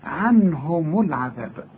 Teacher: خد بالك الميم مضمومة، علشان في ناس بتيجي تقول إيه، عنهم العذاب. عنهم يا راجل دي الميم مضمومة عند الوصل